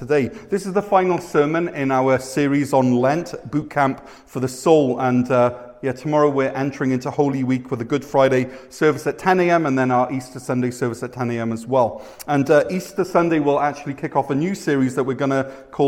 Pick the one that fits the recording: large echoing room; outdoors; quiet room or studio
large echoing room